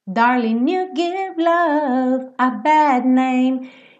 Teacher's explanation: como o G não é pronunciado, o N já juntou no you